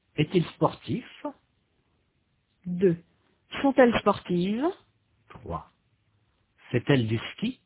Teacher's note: Il, elle, elle, et il y a une consonne, T, à la fin du verbe. Il y a donc liaison. On prononce le T.